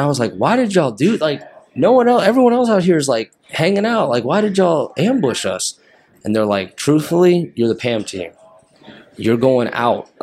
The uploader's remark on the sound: Episode was recorded in August 2022 during the AFSA PEDS event.